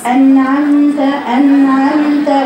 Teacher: النون والميم الساكنه فيهم صفه التوسط بدون زياده بدون تكلف من غير ما تقف وتقولي خطا يقع ان اقف على النون